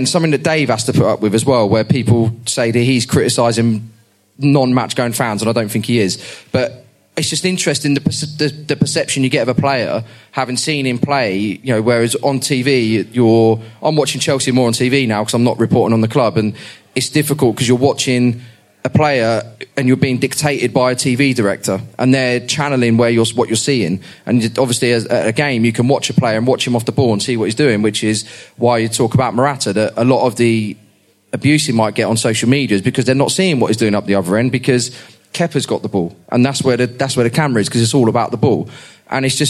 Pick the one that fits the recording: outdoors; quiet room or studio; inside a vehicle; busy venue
busy venue